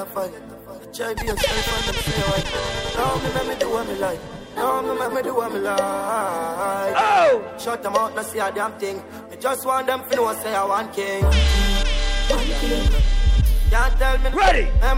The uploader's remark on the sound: Live audio from Island Saturdays on June 23rd